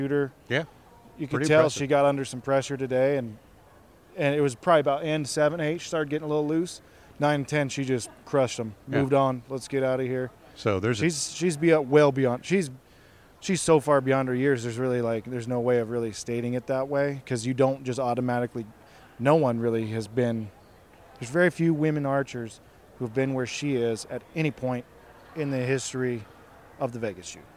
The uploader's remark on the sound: Live at the Vegas Shoot. Live in Las Vegas!